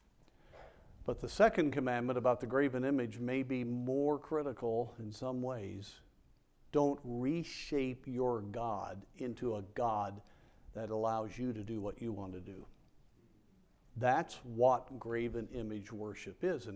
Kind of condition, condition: setting, large echoing room